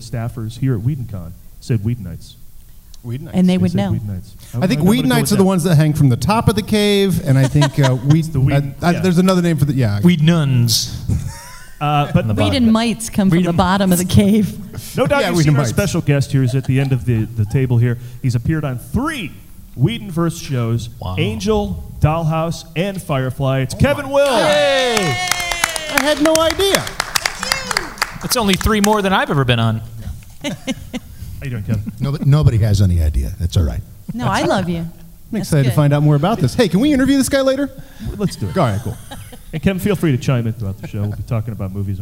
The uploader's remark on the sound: Live at WhedonCon 2017